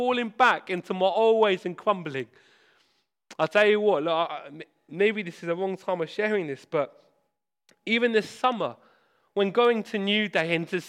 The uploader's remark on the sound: This sermon was preached at Hope Church Sevenoaks, UK